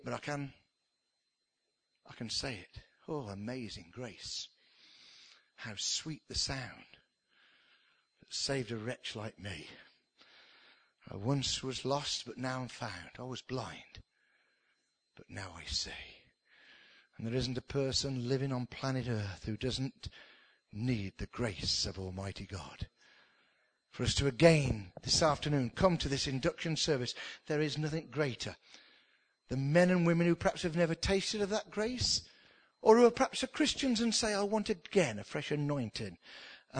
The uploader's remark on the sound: spoken at the induction service for the new Minister at King's church